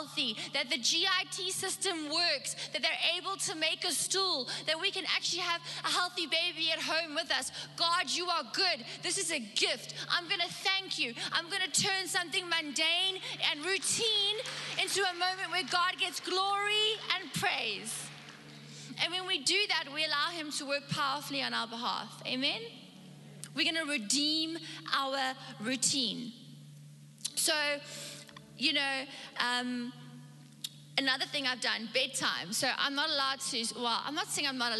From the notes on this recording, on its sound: Recorded live on Sunday the 7th November 2021